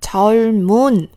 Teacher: 因为后面跟上来了一个不发音的辅音。所以呢，这个双收音的两个音都会发得非常清楚